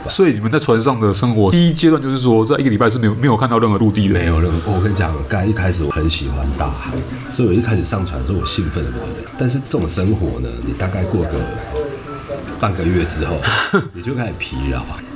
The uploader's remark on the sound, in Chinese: 本集白噪音指數：微風級 2/5。錄音地點： 黝脈咖啡。